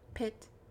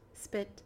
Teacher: the P on pit is a plosive P, and the P on spit is a non-plosive P. Yeah, on pit, it's like more air.